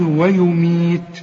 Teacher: ويميت كل الحروف مرققة، بس خد بالك من المدود بتبقى قد بعض